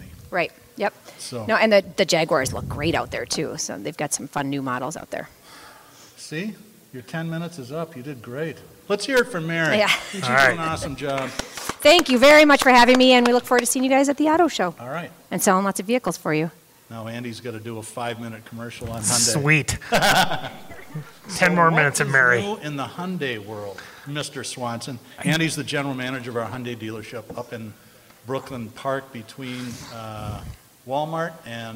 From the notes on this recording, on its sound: Live From the Auto Show. We do our first ever live remote from the Twin Cities auto show.